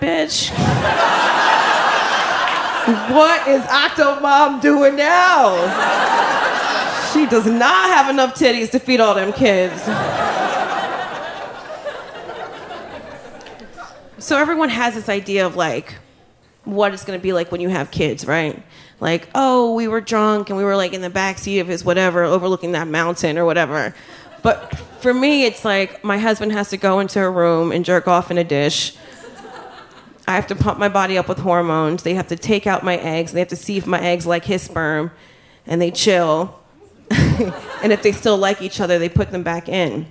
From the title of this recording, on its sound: Live at the Bell House